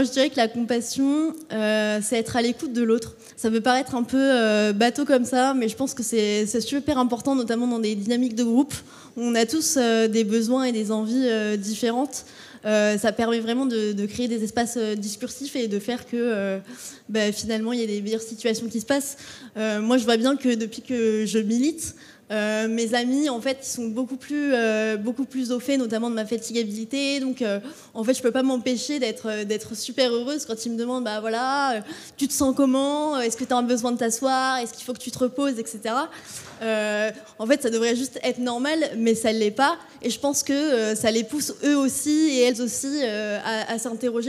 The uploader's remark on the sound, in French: À l'occasion de la 2e édition des Nuits aux Magasins.